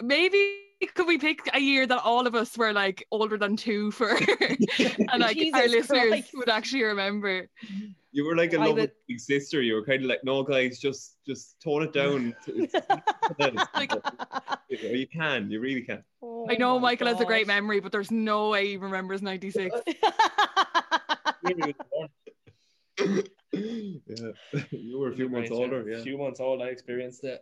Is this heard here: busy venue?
no